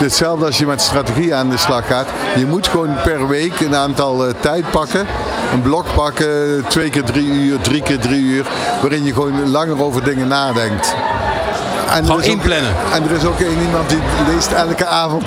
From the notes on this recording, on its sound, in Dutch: Live vanaf C-day23 in Spant! New Business Radio deed live-verslag vanaf C-day23 in Spant!.